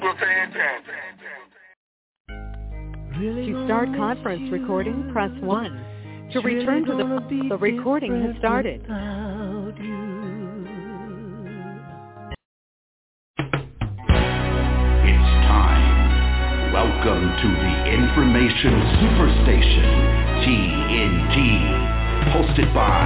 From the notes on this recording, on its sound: Conference Call